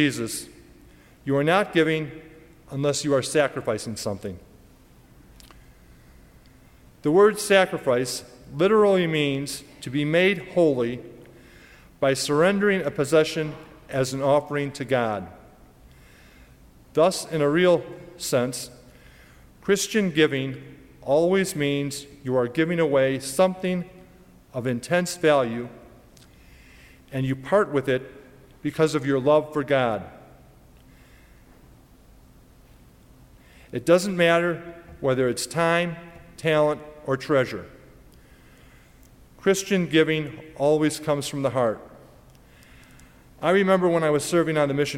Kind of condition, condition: setting, large echoing room